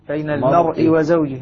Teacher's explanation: الراء هنا جاءت بعدها كسر لا ترقق · Term: الراء مفخمة